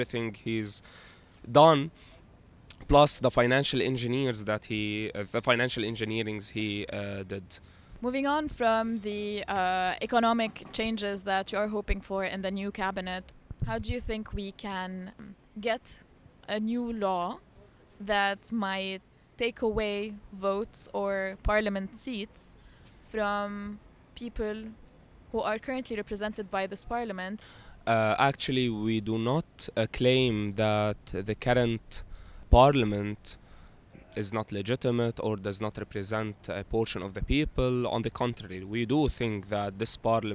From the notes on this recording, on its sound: captures the October Uprising directly from Martyrs Square